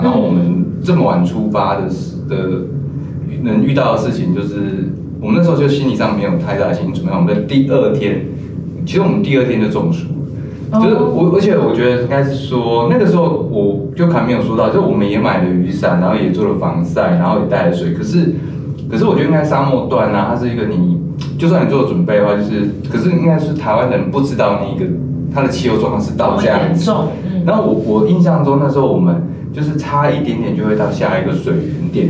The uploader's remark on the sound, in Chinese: 收音見諒。小編還跟新設備不熟悉，有些許收音問題，煩請見諒。